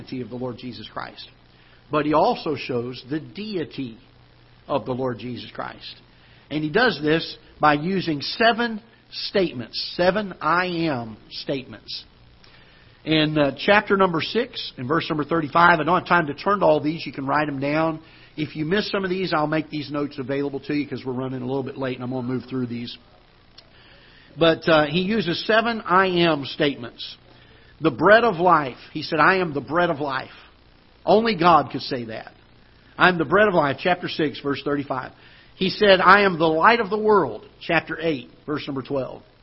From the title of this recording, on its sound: Ketha Heights Baptist Church ~ Live Broadcast